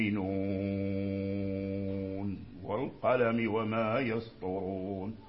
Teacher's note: يسكت سكتة خفيفة حتى لا يصير وقفا